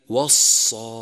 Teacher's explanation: يخرج حرف الصاد من طرف اللسان مع ما بين الثنايا العليا والسفلى وأقرب إلى السفلى، ولا يلامس رأس اللسان الثنايا بل يسامتها ويستعلي أقصى اللسان، وهو من الحروف الأسلية نسبة إلى أسلة اللسان أي ما دق من طرف رأسه.